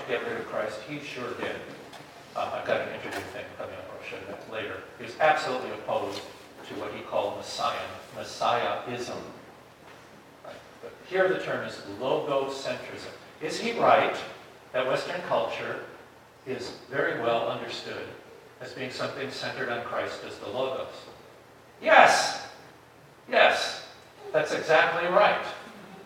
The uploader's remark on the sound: This episode is a recording of Plenary Session III from Wittenberg Academy's Family Retreat.